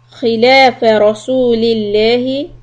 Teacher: lafz jalala lam soft